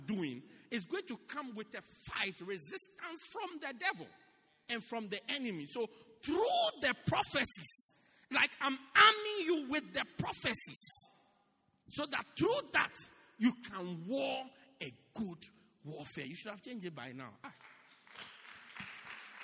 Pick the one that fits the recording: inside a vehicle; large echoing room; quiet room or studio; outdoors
large echoing room